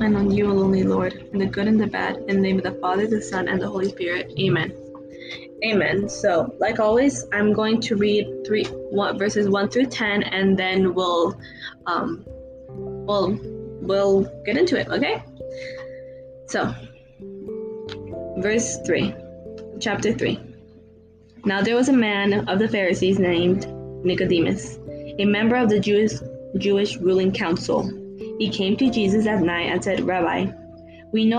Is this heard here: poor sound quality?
yes